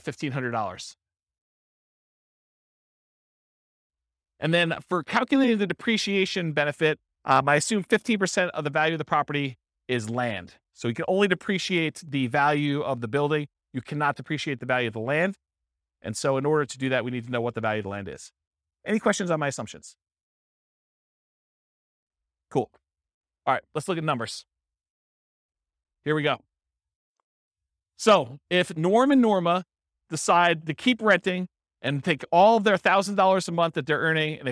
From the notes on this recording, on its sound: This was a live class recorded